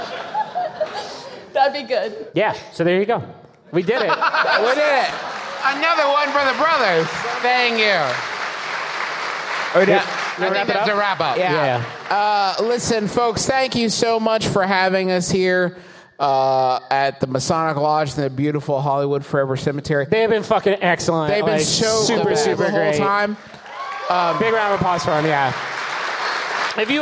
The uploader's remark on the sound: Live from the Masonic Lodge at the Hollywood Forever Cemetery!